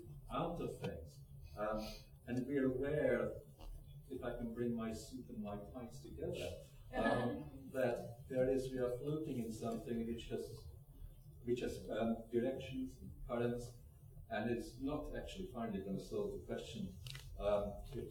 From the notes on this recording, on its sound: Plenary at the Worlds Literature Festival Salon. By National Centre for Writing.